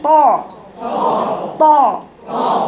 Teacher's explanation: هي بصي شوفي، حطي ايدي كده قولي طا طا طا، صوتها فوق ما فيهاش هواء